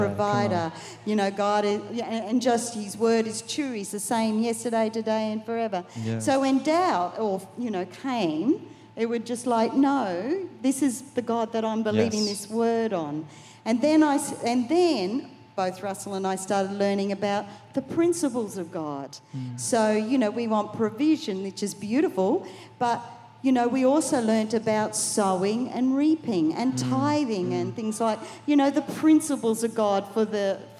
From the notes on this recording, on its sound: Recorded during our 5pm service on Sunday, the 12th of March 2023